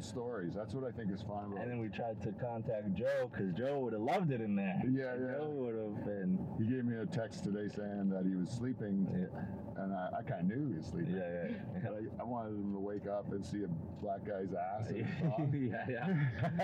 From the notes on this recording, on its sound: First of all, sorry about the audio.